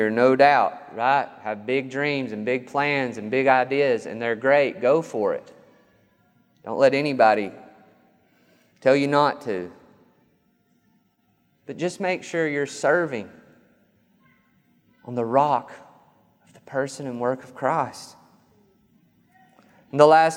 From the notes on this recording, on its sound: This sermon was recorded on August 15th, 2021 at Matthew's Table Church in Cleveland, TN.